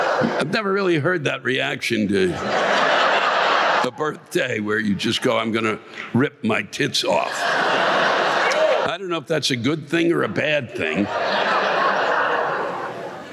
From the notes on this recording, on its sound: The live rants come from this past weekend’s shows at the Academy of Music in Northampton, MA and the Lowell Memorial Auditorium in Lowell, MA.